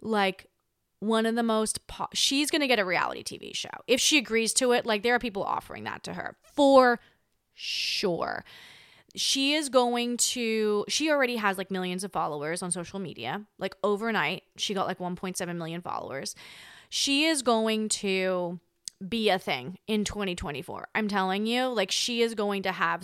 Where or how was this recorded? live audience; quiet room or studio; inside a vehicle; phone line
quiet room or studio